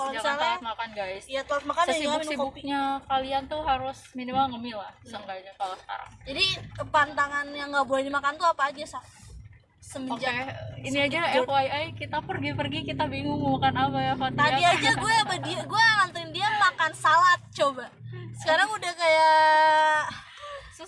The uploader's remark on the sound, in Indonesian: Ditemani hujan dan kemacetan Kota Bandung. Banyak noise nih jadi maaf ya kalau misal sedikit tidak nyaman.